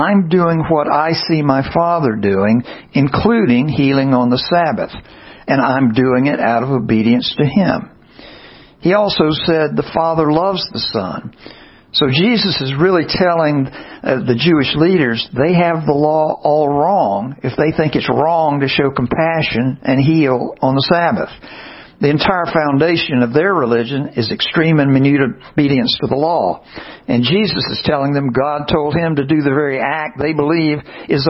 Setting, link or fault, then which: setting, large echoing room